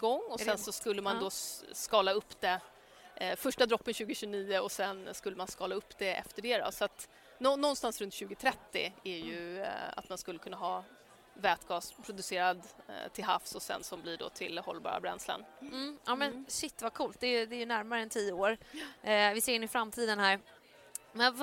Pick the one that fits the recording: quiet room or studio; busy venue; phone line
busy venue